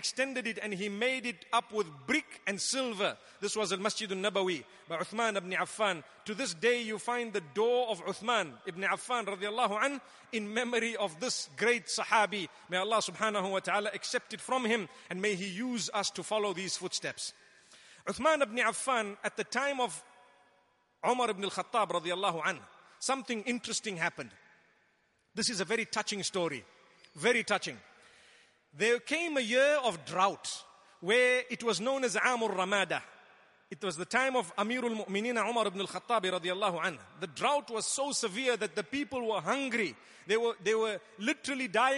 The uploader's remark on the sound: Delivered at Tuanku Mizan Zainal Abidin Musjid